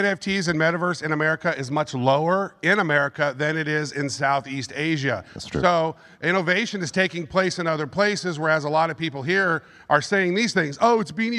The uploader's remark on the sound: Live from NFT NYC 2023. Hear their entire presentation from the event, right here.